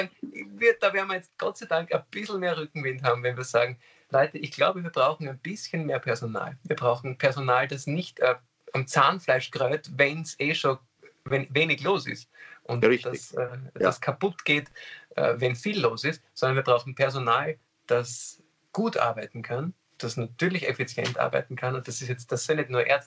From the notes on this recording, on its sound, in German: Finden sie ihr Publikum, indem sie einander via Skype am Abend beim Reden zusehen. Aufzeichnung einer Skype Session vom 20.